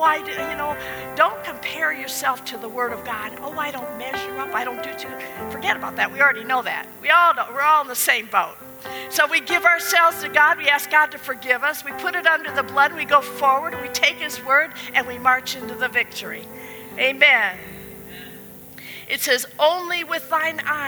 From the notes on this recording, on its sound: at the Fredericksburg Full Gospel Fellowship on March 15th, 2020.